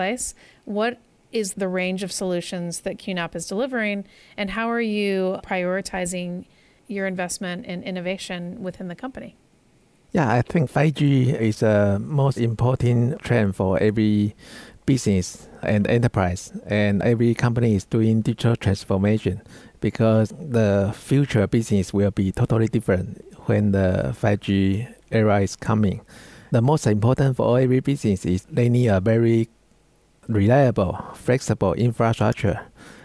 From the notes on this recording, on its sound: Archive of a livecast interview from the Intel Network Builders Summit in conjunction with SDN & NFV World Congress in The Hague, Netherlands.